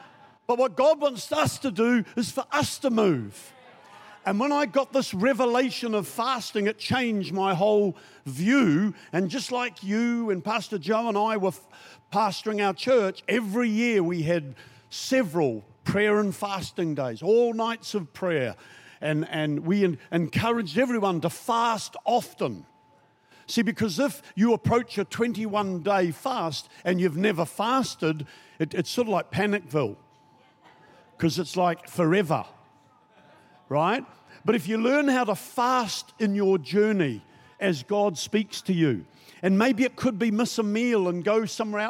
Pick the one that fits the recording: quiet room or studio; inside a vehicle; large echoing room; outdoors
large echoing room